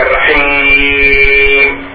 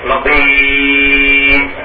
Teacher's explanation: والمد العارض للسكون كما في الرحيم هذا مد ست حركات